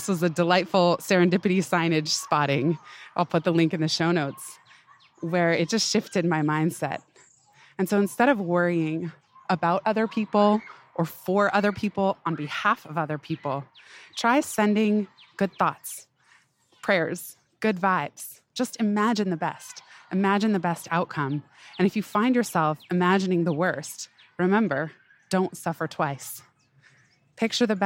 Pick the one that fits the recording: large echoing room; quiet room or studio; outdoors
outdoors